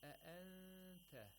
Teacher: أَأَنْتَ، we have إِخْفَى of نُون ساكنة، where you're supposed to approximate the place of articulation of ta and nasalize the noon for two vowel counts. Of course, the noon is not pronounced from its own place of articulation. · Term: nasalized ta